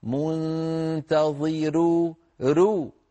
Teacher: لكن على ورش رو مرققة لأنها مسبوقة بكسرة